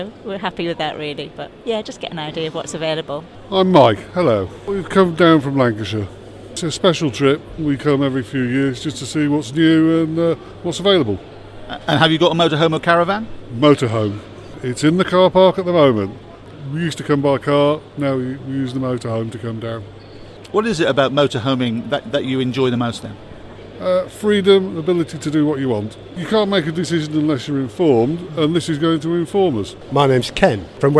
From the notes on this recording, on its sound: The Motorhome and Caravan Show 2022. We were then joined on our own stand by audio-visual market leader AVTEX. Don't forget to come and meet the team on stand 9.32B - and look out for us walking around the show recording content live!